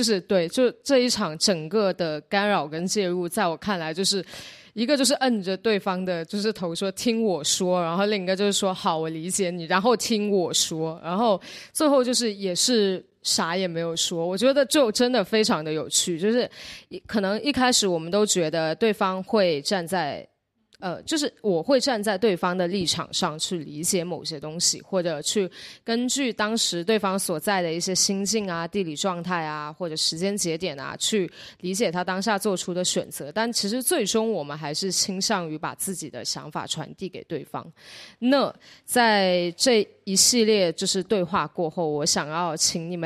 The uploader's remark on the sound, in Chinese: 一树 Arbre 的第一个展览终于开幕了。对谈现场录音。一树 Arbre 店址：深圳市福田区园岭新村74栋103。